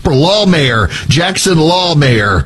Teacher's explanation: put heavy emphasis on law in the first syllable of the last name